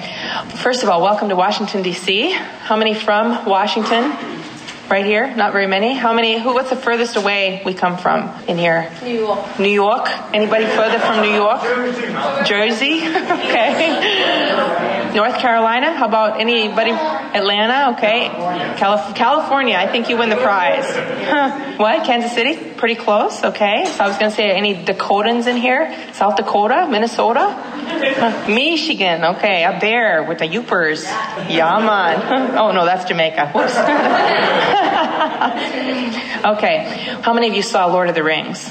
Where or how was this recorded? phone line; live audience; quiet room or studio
live audience